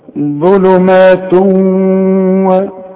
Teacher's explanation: عارف بقى لما يبقى فيه ادغام كأن الواو مشددة، شفت بقى ظلمات و، شوف اهو ده الادغام، يبقى التنوين دخل في الواو خلاص